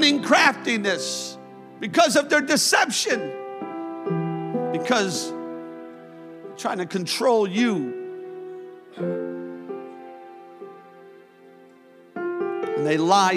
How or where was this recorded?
large echoing room